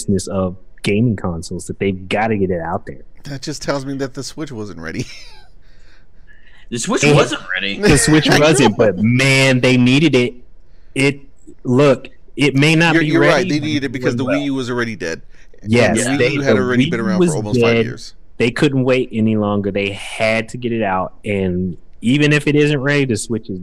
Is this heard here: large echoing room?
no